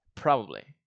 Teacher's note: the stressed syllable, you pronounce it with an a, pra, and the unstressed syllable, the second one, with a schwa, but bli, probably, probably, pronounce, pra, nounce, nouns, pronounce.